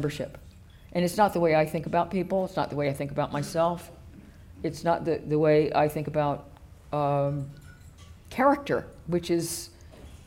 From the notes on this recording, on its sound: The John Bonython Lecture is the annual Gala event for the Centre for Independent Studies.